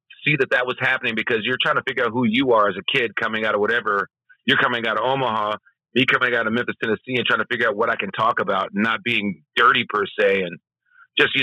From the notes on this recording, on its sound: gets on the phone